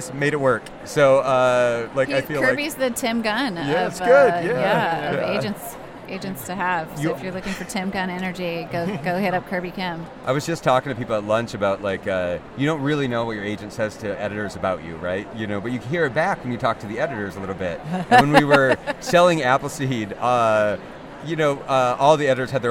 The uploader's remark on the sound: Live from the conference floor at AWP 2023.